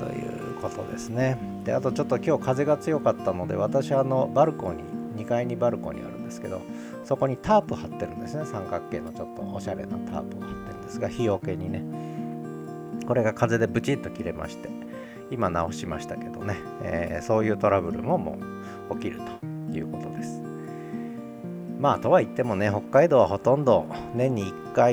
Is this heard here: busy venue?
no